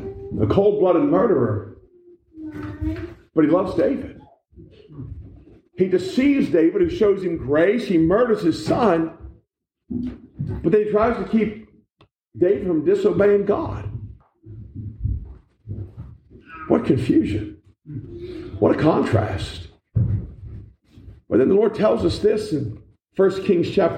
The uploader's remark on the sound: This message was preached in October 2021 at the Black Creek Baptist Church